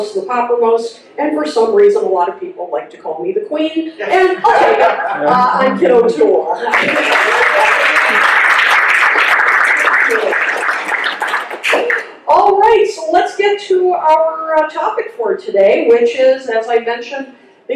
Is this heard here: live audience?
yes